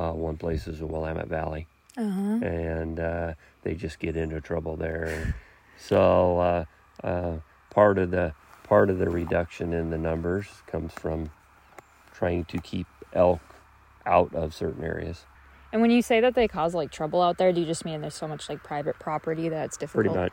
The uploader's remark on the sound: View Roosevelt elk and listen to them 'bugle' at Jewell Meadows refuge. Brings listeners to Jewell Meadows Wildlife Area to watch and listen to one of Oregon's most majestic animals — Roosevelt elk.